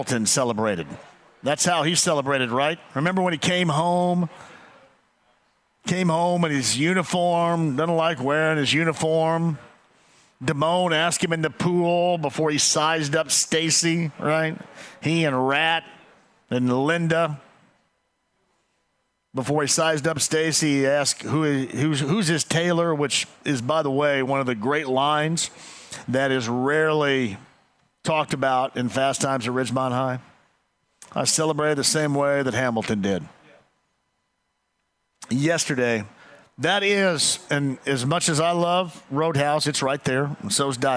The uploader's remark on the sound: Live From Twin Peaks. As well as by taking a call on the Colts!